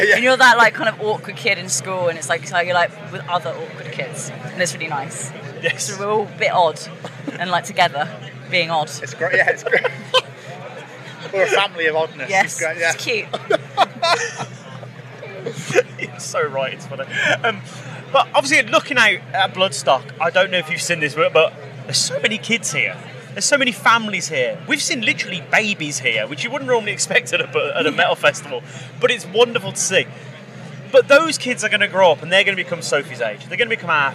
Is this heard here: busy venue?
yes